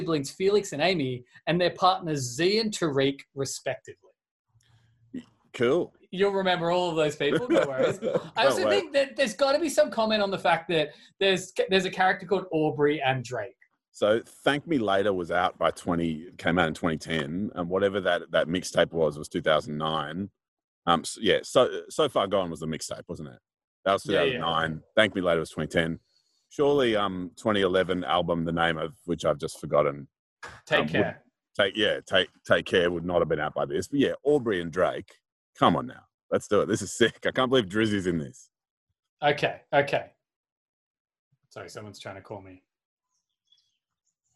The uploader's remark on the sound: Separate but together (via Zoom)